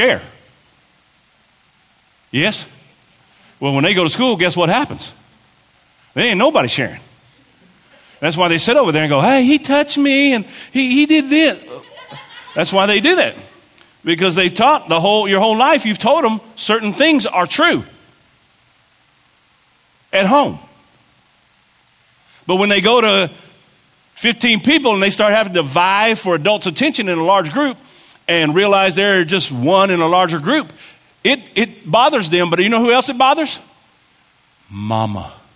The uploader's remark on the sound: This was recorded at our South Campus in a meeting with parents and volunteers.